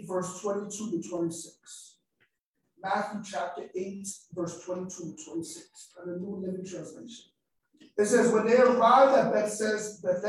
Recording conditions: poor sound quality